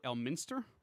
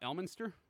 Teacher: That's where Elminster, which, by the way, we've been saying apparently wrong. The emphasis is on the second syllable · Shown in: first take · Elminster, not Elminster.